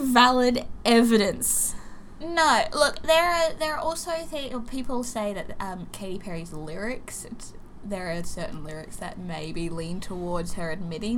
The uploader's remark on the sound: We're sorry for the fan noise.. It's Summer and we'll die without it.